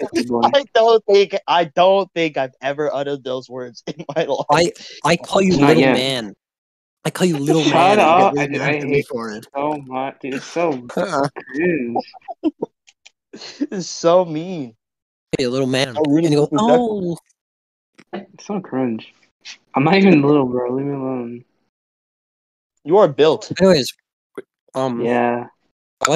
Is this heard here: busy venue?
no